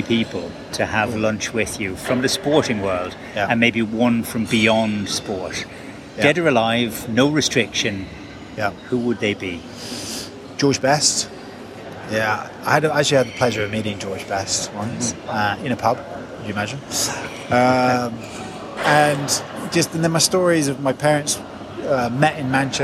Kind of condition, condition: setting, busy venue